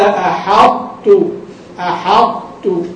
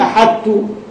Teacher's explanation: فلما احتيج إلى إدغامها أدغمت، لكن هذا الإدغام ناقص، فلم تدغم ذاتها وصفاتها، وإنما أدغمت ذات الطاء، لكن بقيت صفة الإطباق · Shown in: first take · فتقول: قال أحط، أحط، ما تقول أحدت، ما تقول أحا، أحدت، هذه ما تصح.